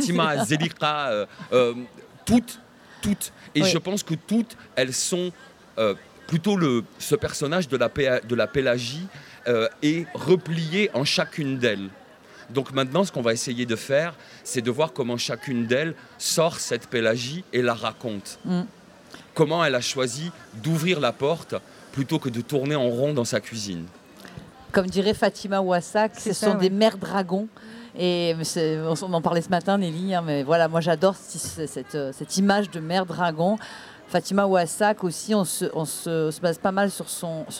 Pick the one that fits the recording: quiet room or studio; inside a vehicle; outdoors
outdoors